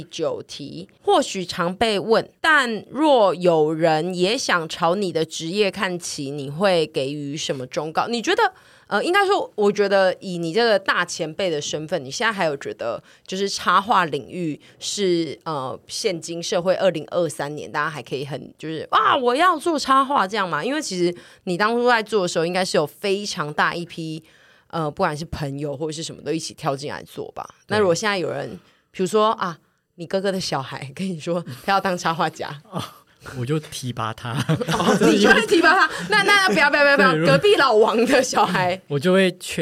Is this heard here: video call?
no